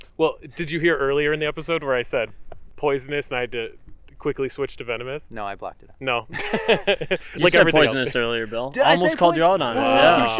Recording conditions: outdoors